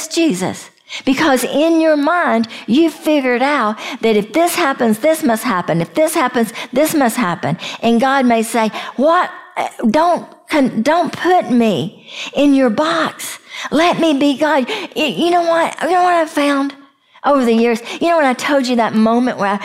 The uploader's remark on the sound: we share a live session from the Breathe Retreat